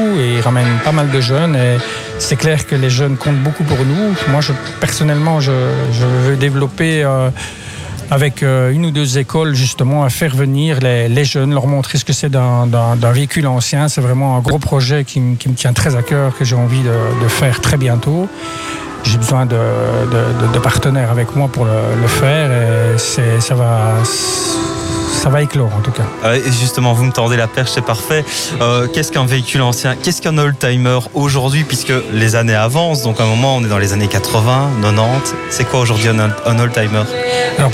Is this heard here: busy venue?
yes